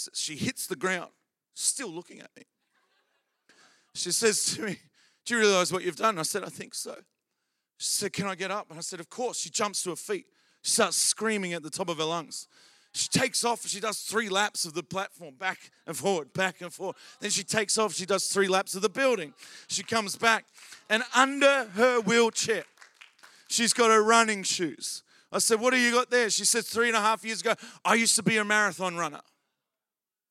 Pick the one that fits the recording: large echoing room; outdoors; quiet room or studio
large echoing room